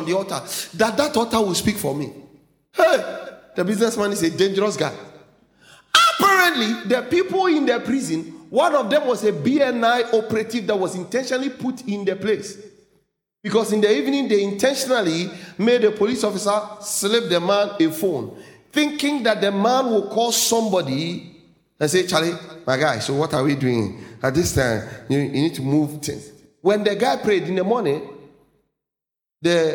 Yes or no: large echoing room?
yes